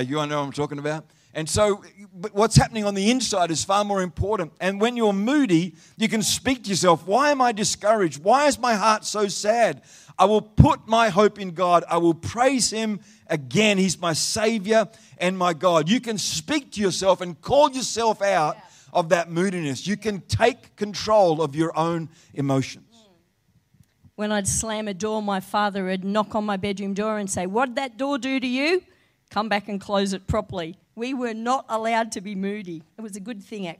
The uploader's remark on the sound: Live Stream of Destiny Church Atherton!